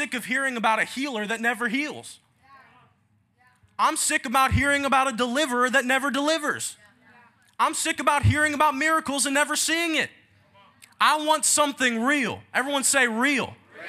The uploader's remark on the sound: Taking You Into A Live Holy Ghost Service. The altars were packed with young people giving their hearts to Jesus and getting set free. Take you directly into that live service.